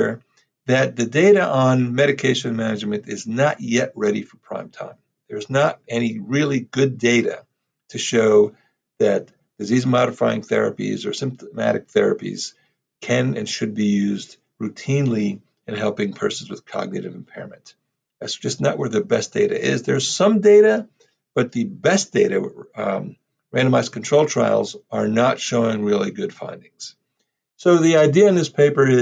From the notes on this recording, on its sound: This podcast was recorded on Monday, October 5, 2020 remotely.